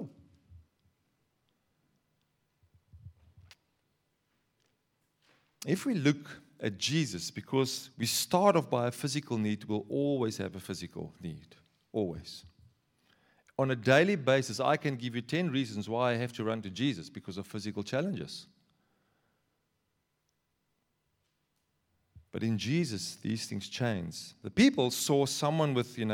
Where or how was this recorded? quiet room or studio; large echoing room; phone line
large echoing room